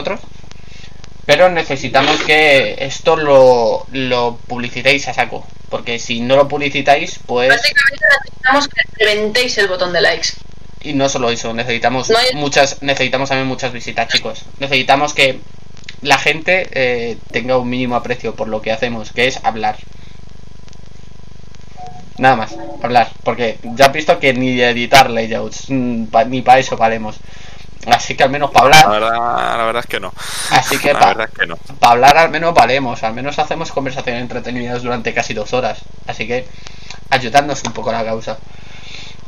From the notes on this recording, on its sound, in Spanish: No tiene la mejor calidad de audio, pero estamos tratando de mejorarlo con el tiempo.